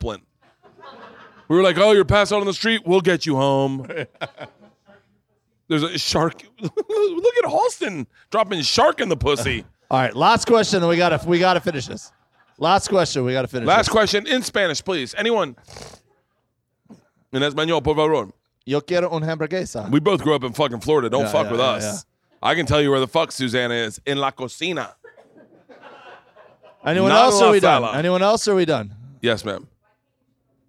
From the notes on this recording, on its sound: Live Podcast - Gundo Comedy Festival. Today I head to the El Segundo Brewing Company to do the annual "Gundo Comedy Festival Live Bertcast".